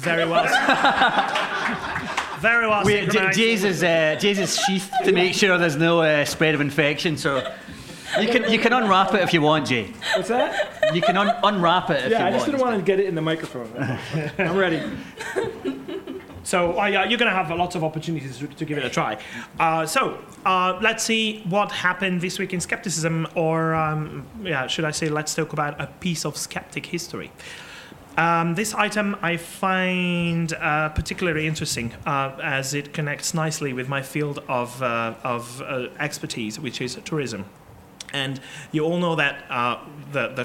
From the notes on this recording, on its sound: QED Live Recording. This episode is the first of its kind as it is the live recording from QED 2018 that happened in Manchester in the middle of October.